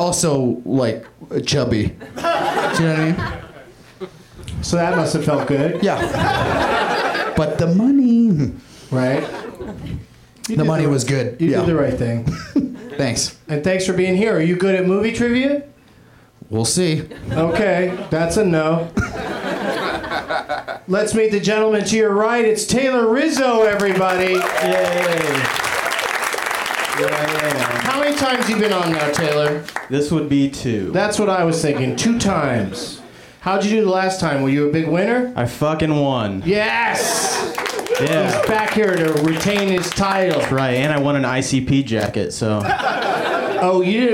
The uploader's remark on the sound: Live at the UCB Franklin in Hollywood